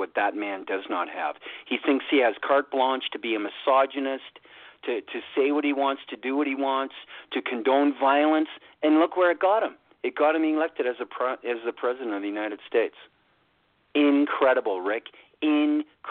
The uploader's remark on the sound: poets calling and reading their poems